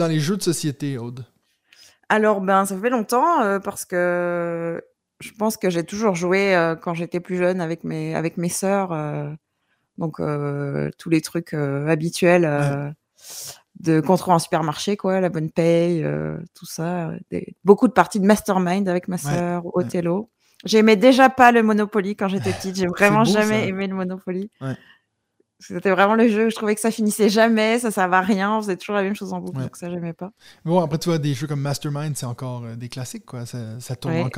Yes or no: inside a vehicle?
no